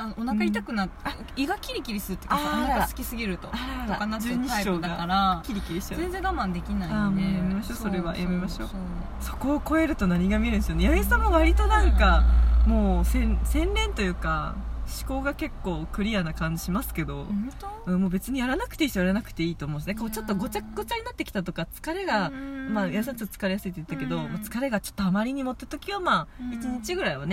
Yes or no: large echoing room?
no